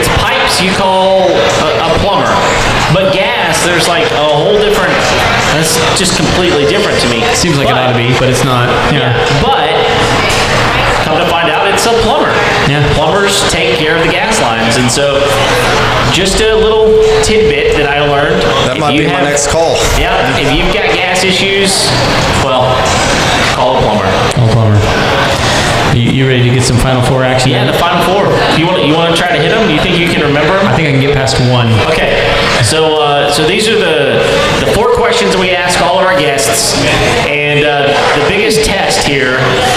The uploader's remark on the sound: That time we did a live show. Live show at the Thistle Drafthouse in Spring TX.